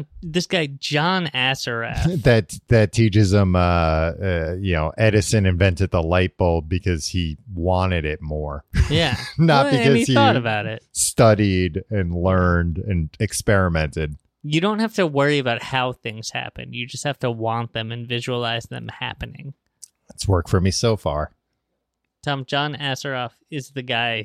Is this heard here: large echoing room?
no